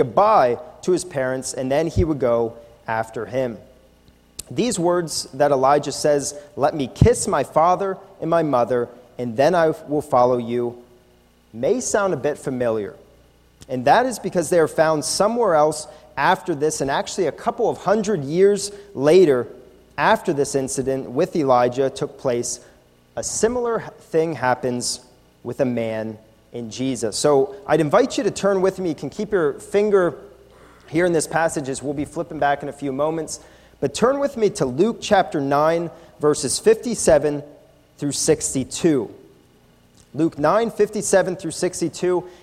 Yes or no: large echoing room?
yes